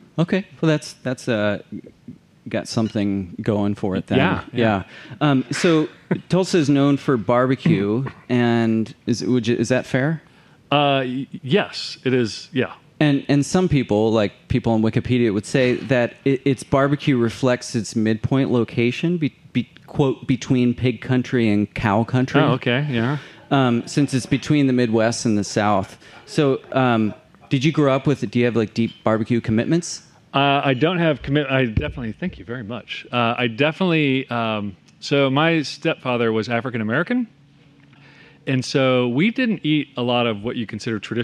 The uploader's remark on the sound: We're back with our 5th annual "Live at Nashotah House" episode!